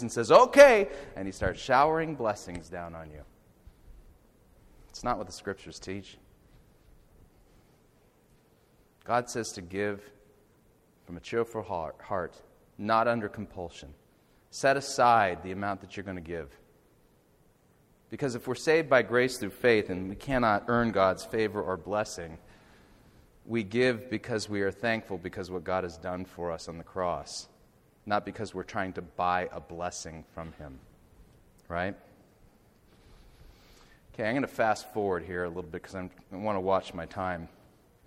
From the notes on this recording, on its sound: Audio from the Lecture Delivered in Elk River, MN on September 9th, 2011